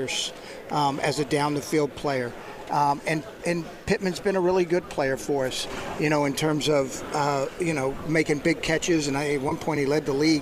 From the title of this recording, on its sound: Live From the NFL Combine!